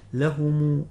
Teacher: ابن كثير يقرأها بصلة ميم الجمع، يقرأ بضم ميم الجمع يصلها إذا وصل الكلمة